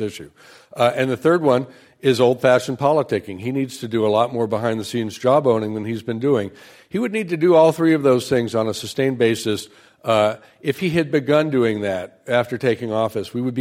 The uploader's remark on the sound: This program was recorded in front of a live audience at The Commonwealth Club.